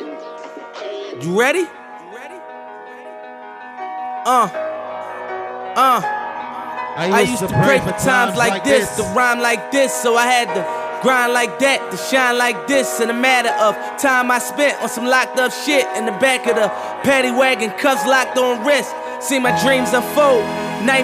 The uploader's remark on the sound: At Island Vibes, Nashville, TN... This is the live mix from the club.